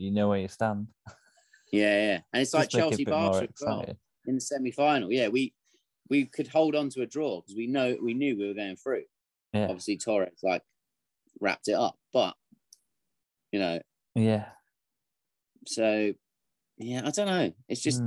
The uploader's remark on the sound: There's glitchy sound